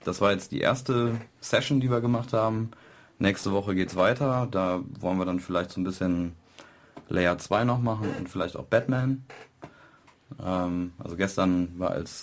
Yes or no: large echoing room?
no